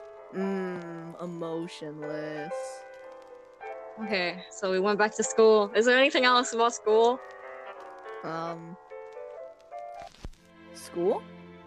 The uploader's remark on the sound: If you notice the audio is a bit wonky, it's because there are a lot more cuts in the audio than we usually have (from connection problems, random silence, and just us saying a bit too much on accident 0-0).